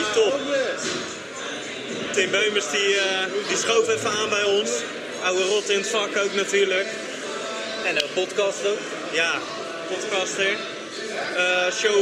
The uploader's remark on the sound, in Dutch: SneakerPraat - Episode 13 op Sneakerness. Het is een live-event dus er blijft wat rumoer op de achtergrond... Sneakerness Rotterdam 2023 is een feit.